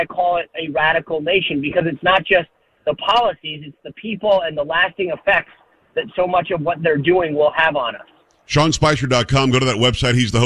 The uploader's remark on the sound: hits the phones